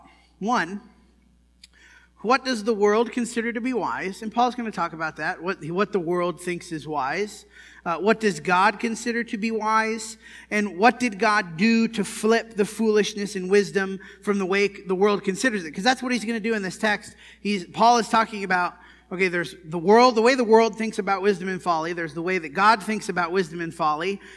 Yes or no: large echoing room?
yes